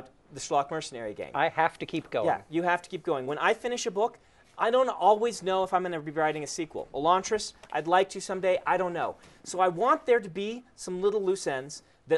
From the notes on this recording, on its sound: Recorded live at Dragon's Keep.